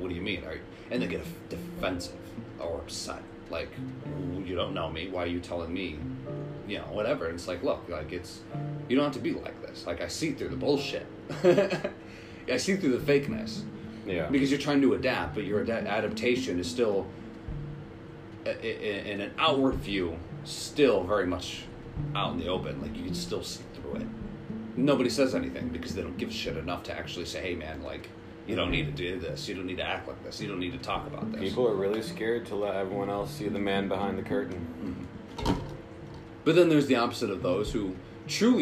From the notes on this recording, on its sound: We also learn to not have a fan running during recording.